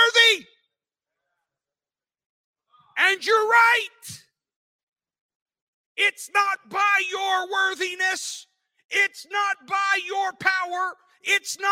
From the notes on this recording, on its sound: This sermon was recorded live on Sunday, January 8th, 2023 at Newark United Pentecostal Church.